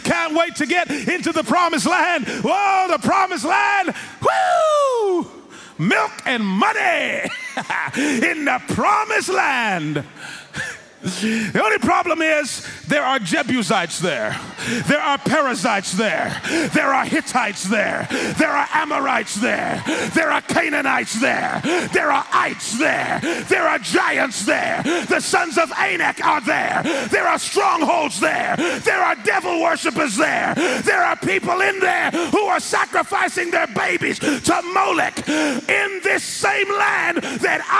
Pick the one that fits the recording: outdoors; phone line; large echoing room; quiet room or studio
large echoing room